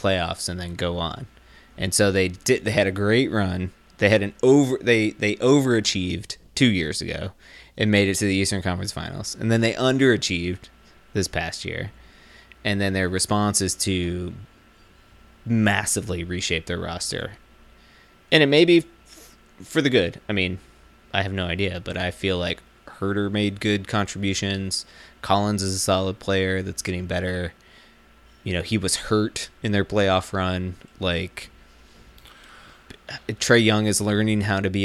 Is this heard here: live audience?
no